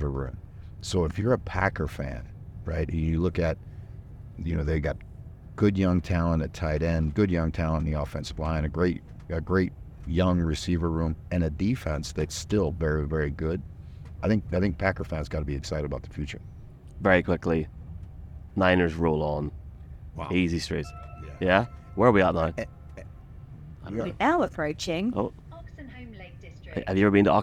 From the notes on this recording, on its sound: Live podcast from a train somewhere in Scotland. A train at 6:45am in the middle of nowhere, as they are on the way to Scotland.